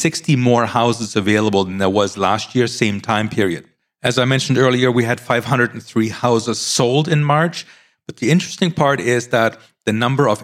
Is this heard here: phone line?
no